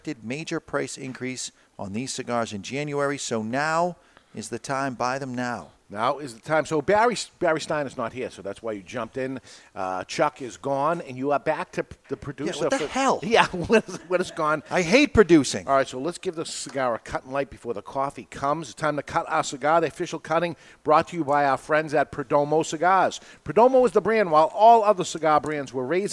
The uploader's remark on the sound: The Cigar Authority is recorded live in front of a studio audience at Studio 21 Podcast Cafe upstairs at Two Guys Smoke Shop in Salem, NH.